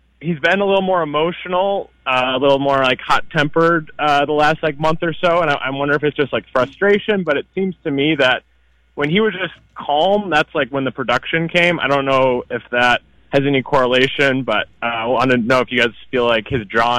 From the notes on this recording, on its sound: you, the listener, called